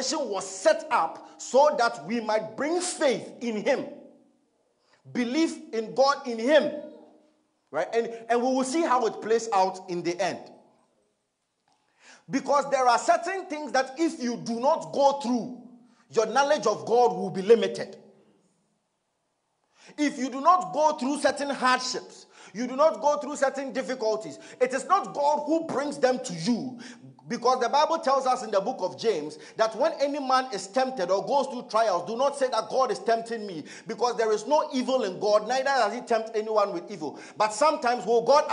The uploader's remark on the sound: Message preached at ICGC Rehoboth Temple - Toronto